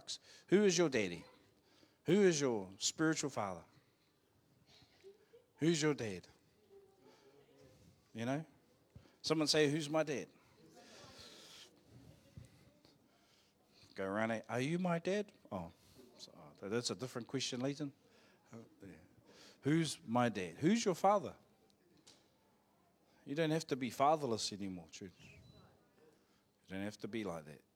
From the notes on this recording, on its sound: Live From IwiTapu Destiny Church Hawkes Bay